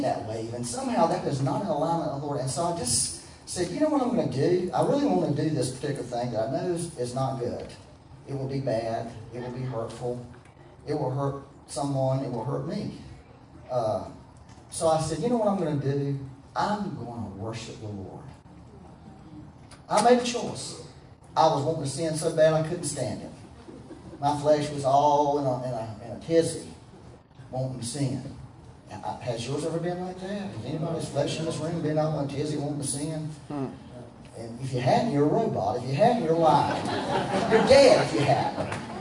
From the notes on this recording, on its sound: Once again, we had technical difficulties. As a result the sound quality is not so good.